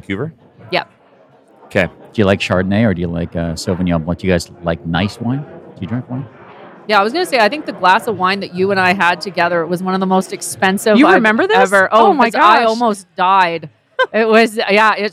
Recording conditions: busy venue